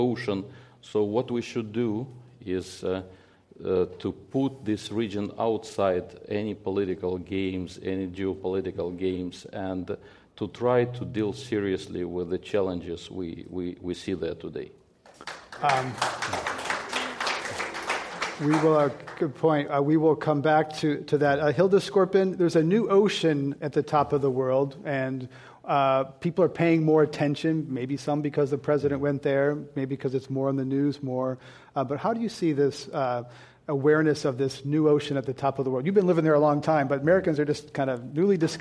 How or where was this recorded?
live audience